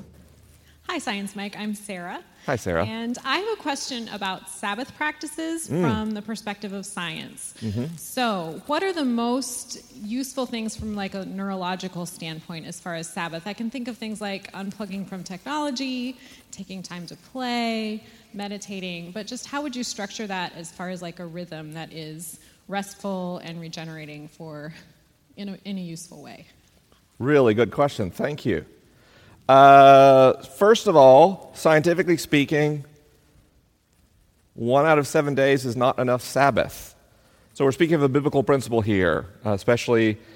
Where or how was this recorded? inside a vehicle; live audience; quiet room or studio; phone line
live audience